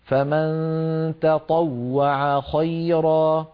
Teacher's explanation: حرفان هما التاء والطاء وهما من المخرج نفسه